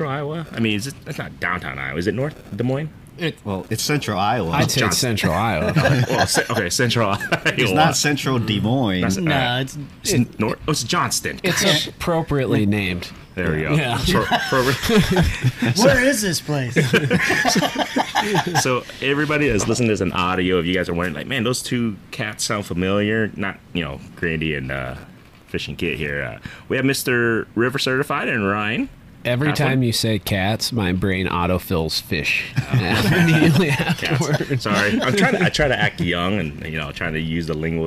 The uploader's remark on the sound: We meet up at Johnston Bait and Tackle to have a few beverages and talk fishing!